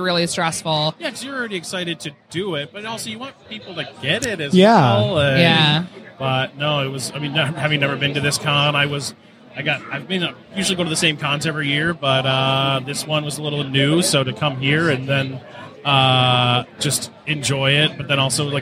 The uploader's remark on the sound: live on the con floor at Astronomicon